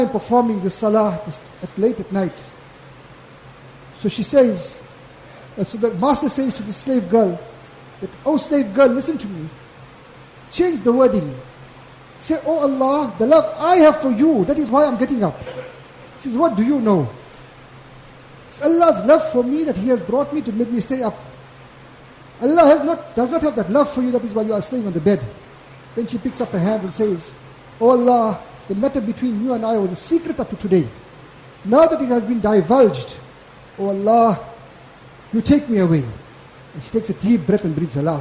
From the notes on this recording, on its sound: Jumuah lecture at Glenearn Road Masjid 13 January 2023